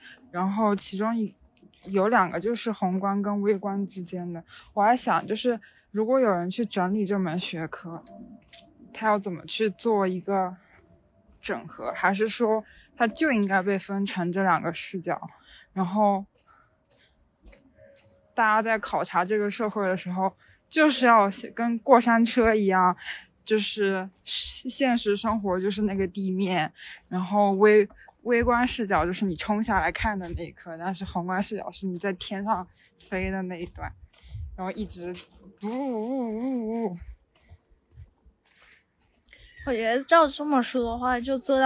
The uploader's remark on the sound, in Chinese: 因为是散步录音，所以过程中会有一些环境杂音